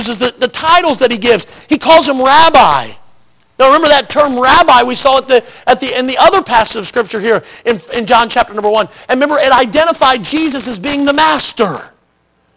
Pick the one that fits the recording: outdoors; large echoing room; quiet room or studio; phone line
large echoing room